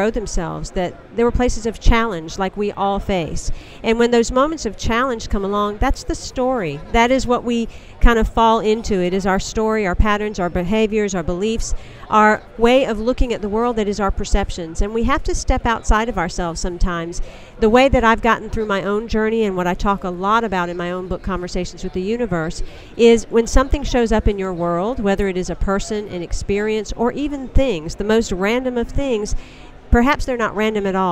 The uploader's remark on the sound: LIVE on day 2 of the #SageSummit !